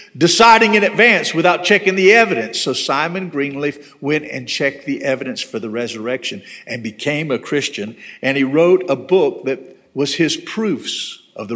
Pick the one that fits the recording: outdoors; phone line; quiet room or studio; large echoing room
large echoing room